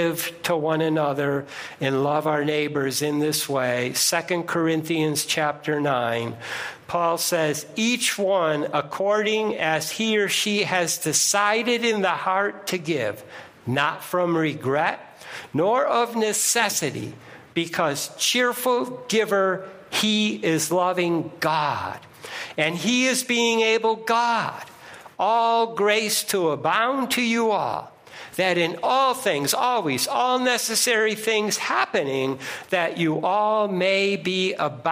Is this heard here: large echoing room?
yes